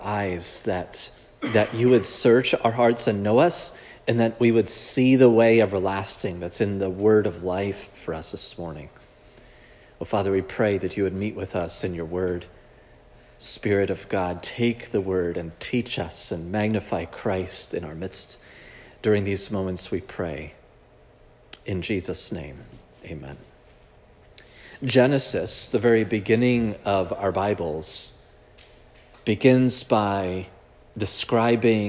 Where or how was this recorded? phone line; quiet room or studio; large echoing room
large echoing room